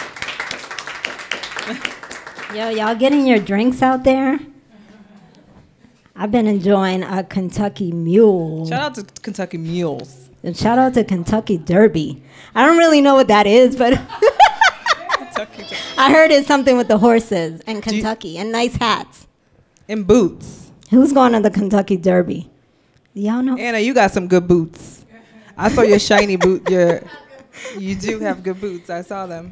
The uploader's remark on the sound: Poetry *LIVE* at The Downstairs! We host a women’s poetry reading in front of our first live studio audience! The event took place at The Downstairs Lounge, located in the heart of Ithaca.